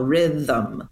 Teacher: Like there is a second vowel, rhythm, 1, 2. And the thum syllable has a schwa vowel.